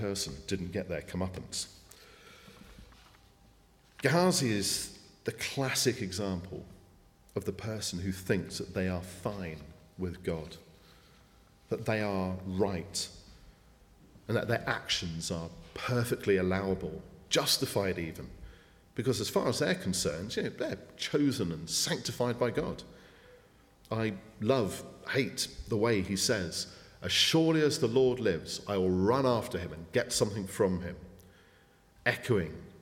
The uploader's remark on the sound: speaking at the 9:30 service